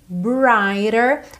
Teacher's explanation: o T tá rararazado, ok, como é tão comum no inglês americano